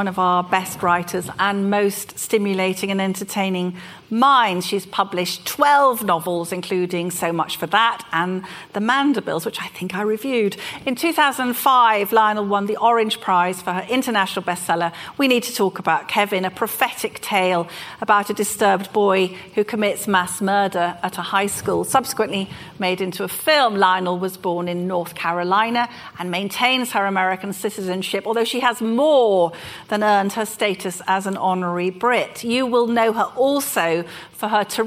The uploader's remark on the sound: Our second Planet Normal live event is broadcast from the IET in London. Take questions from the live audience.